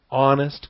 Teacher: you do close the throat at the beginning of the word honest